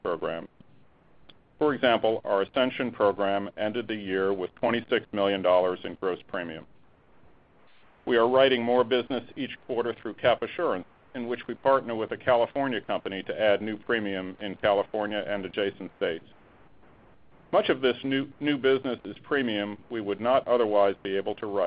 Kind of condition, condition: link, phone line